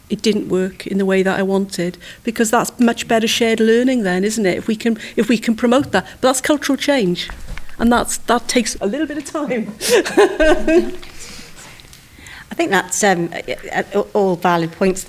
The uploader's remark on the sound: It's time for another live panel discussion. Live from the Newport City Campus of our friends, the University of South Wales. No live episode is complete without some audience Q&A at the end, too. Keeper of the microphone on a very long wire. Recorded live at the University of South Wales's Newport City campus.